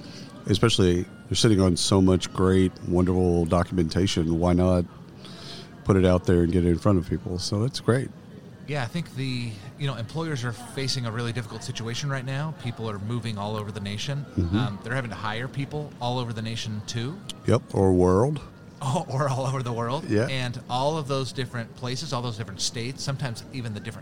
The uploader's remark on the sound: Live from SHRM 2022.